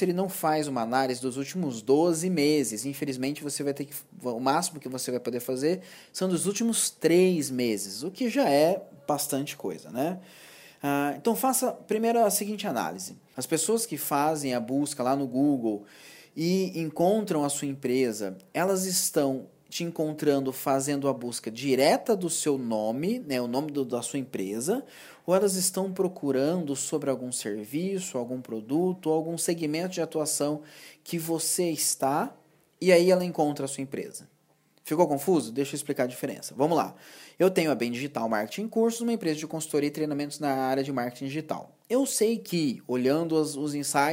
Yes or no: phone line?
no